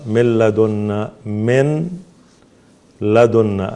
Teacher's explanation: نلاحظ أمر مهم، أنه مثلا النون الساكنة مع اللام، لما قال … من لدنا، من لدنا، النون هنا دخلت في اللام دخولا كاملا. أصلا نحن نقلب النون إلى لام ثم اللام تدخل في اللام، وهذا مثلين صغير يعني هو الآن يعني اللام مع اللام مثلين صغير، النون مع اللام متقاربين صغير. · Term: إدغام كامل